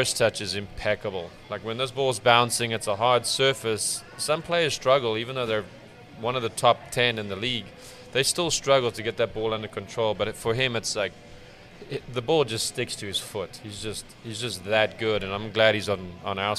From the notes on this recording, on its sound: Live from Ivy Park Sports and Grill